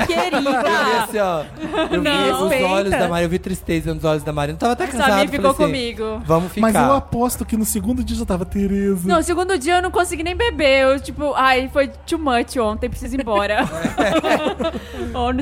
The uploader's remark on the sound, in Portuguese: Gravado ao vivo na Festa VHS!